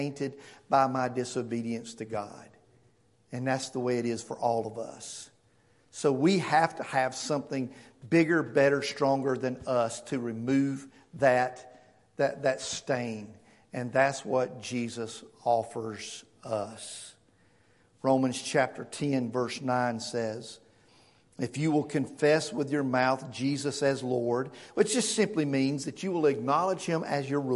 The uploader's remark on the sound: Weekly sermons recorded at the First Baptist Church of Locust, NC